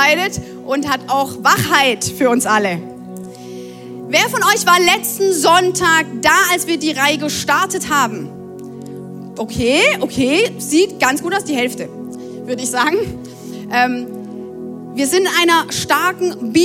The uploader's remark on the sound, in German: Audiomitschnitt der Predigt